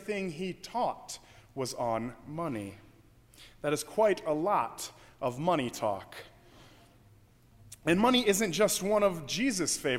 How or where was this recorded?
large echoing room